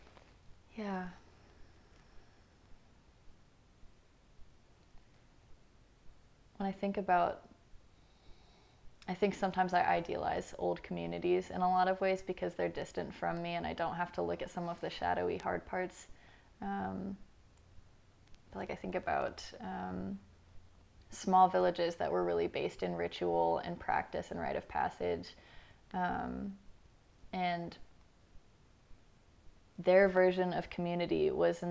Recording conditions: sounds in the background